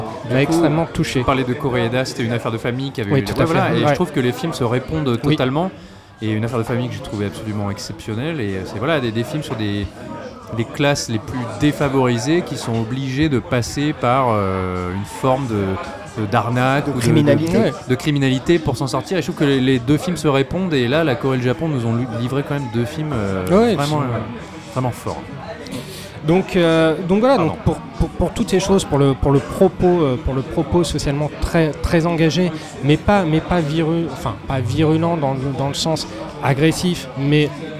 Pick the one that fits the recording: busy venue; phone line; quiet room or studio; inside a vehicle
busy venue